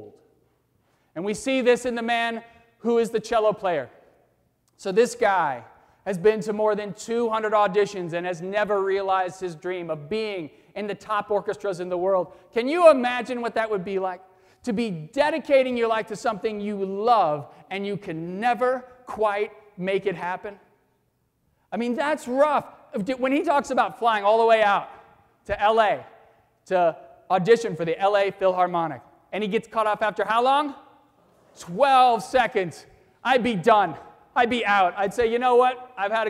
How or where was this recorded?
live audience